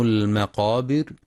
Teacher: تفخيم القاف المفتوحة في المقابر وترقيق الراء عند الوقف لسكونها بعد الكسر